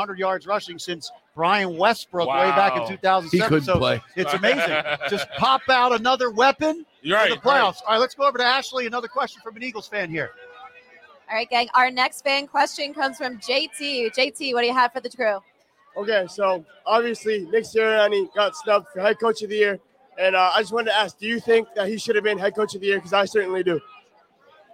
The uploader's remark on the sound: We're Live from Philly’s Sports Bar & Grill in Arizona for Live edition of the Takeoff Podcast on the eve of the Super Bowl.